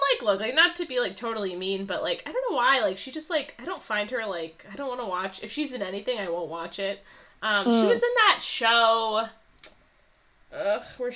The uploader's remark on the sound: we tried something different with our recording process this week and the audio didn't turn out as clear as usual - our apologies!